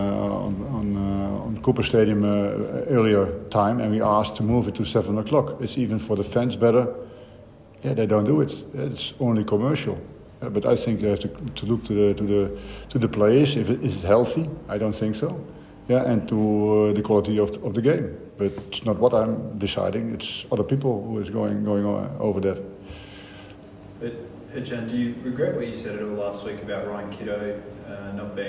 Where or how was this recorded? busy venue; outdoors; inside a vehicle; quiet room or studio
busy venue